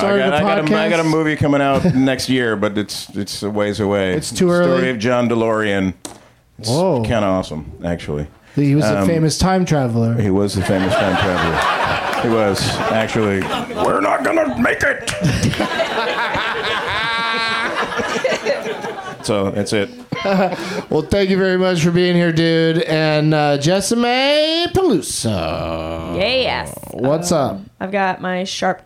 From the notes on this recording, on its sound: Live from the UCB Franklin in LA